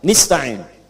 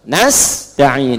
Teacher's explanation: Ada yang baca pakai kasrah, nista'in. Ya, nista'in ini bacaannya dari Bani Asad, Rabi'ah dan Bani Tamim, tapi kita baca harus menggunakan fathah.